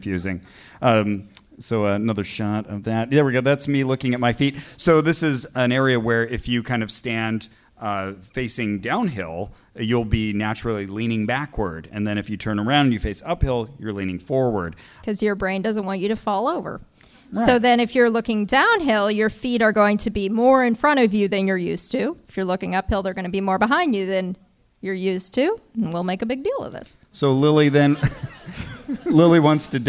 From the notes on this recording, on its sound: The far northern heights of San Francisco for SketchFest 2020! In this live episode. On stage and selects audience volunteers.